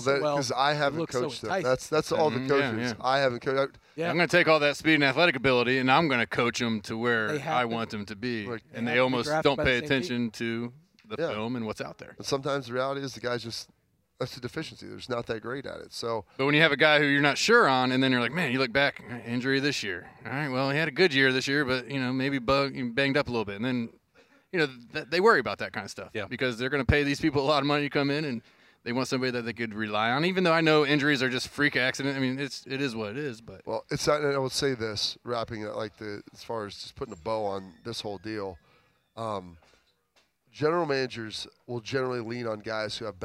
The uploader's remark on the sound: The Lettermen Live crew as they returned to Roosters in Columbus after their trip on the Buckeye Cruise last week.